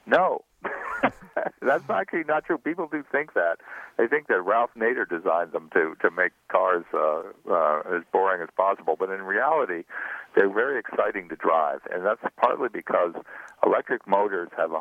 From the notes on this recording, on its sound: Joins us by phone from his home in Fairfield, Connecticut.